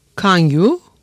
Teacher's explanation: N ile Y seslerinin birleşmesi gibi bir ses veren çift sesli NY konsonantı sonraları yerini bazen N'ye bazen de Y'ye bırakmıştır.